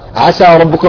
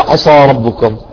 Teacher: القسم الأول تغييرها صفات، تغييرها يخرج الحرف عن حيزه، الالتزام بها واجب والإخلال بها حرام، مثل تفخيم سين عسى تصبح عصى · Shown in: second take